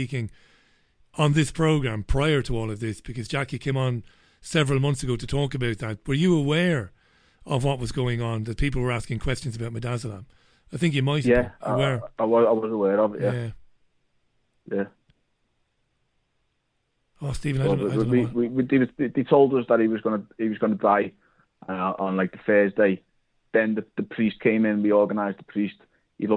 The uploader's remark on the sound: Global Phone-In. Took calls from listeners as far afield as Vancouver Canada, Johannesburg, Northern Spain and the UK.